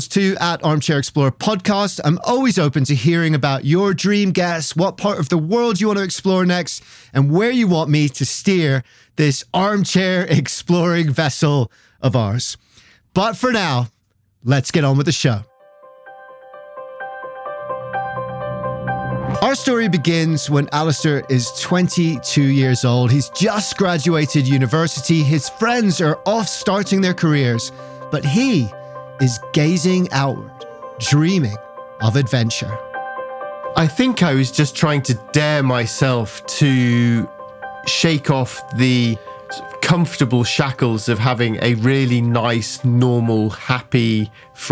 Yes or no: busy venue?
no